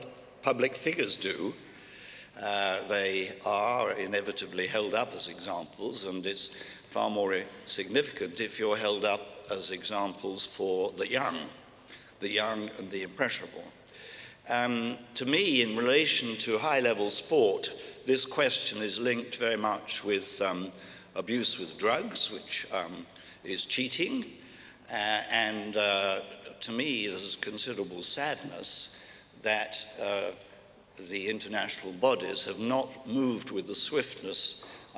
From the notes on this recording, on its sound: recorded at the 2000 International Achievement Summit in London